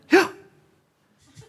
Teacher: Og så var det ja på innpust i norsk.